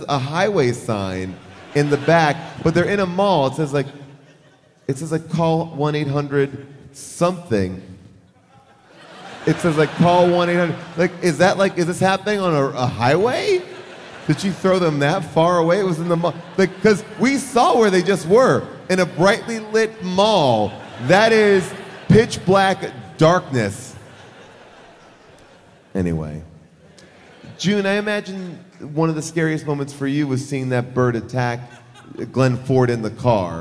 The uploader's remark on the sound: Recorded live from Seattle